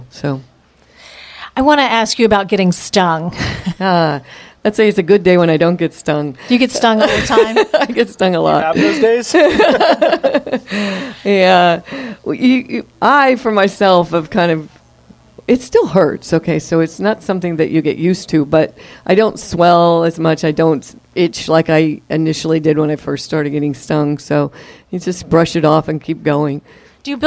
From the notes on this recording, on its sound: Beekeepers Talk Shop At Sweetwater Farm. Participate in a live taping of The Zest podcast. In front of a live audience.